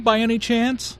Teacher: Notice the rising intonation, which is used in yes, no questions to confirm that something is true.